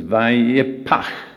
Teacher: it's got a plosive, the P sound, and then it's got that long guttural outgoing breath